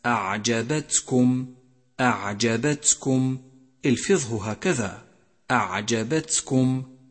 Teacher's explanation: لاحظ صفة الهمس لحرف التاء من كلمة أعجبتكم